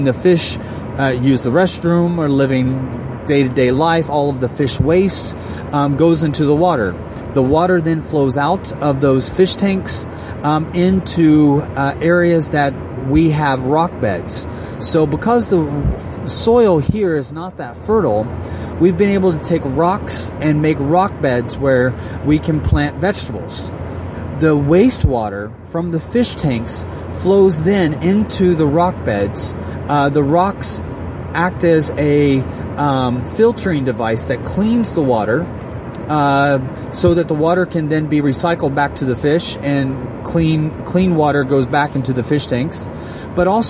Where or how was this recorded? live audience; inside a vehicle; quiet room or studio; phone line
inside a vehicle